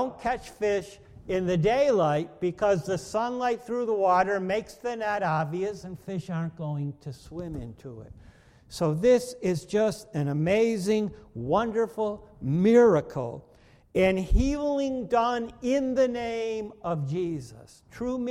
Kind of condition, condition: setting, large echoing room